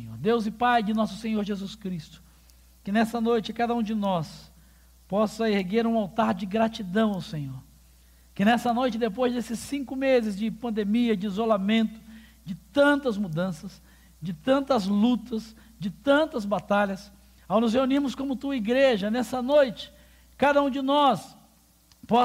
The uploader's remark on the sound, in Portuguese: Durante a Celebração ao vivo da nossa comunidade.